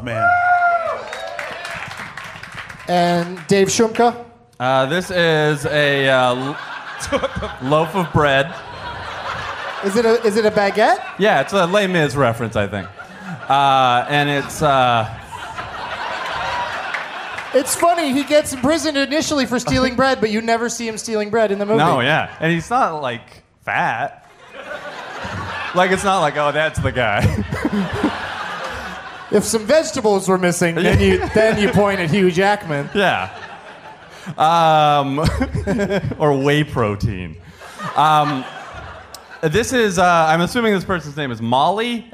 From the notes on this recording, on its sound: From Parlor Live in Bellevue WA